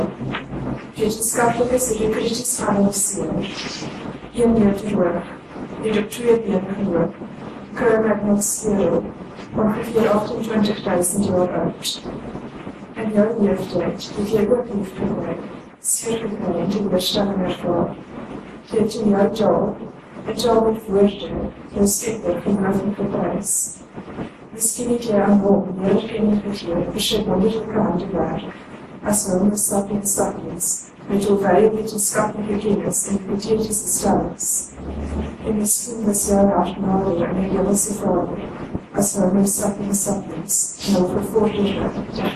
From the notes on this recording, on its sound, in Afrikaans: Ons vra om verskoning vir die kwaliteit van die opname